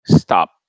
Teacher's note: O O, na verdade, é como se fosse um A, mas com a boca meio fechadinha.